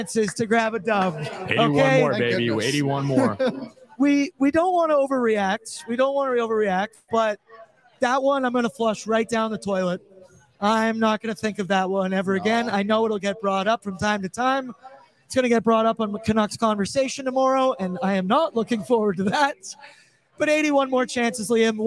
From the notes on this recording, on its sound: LIVE FROM GRETA!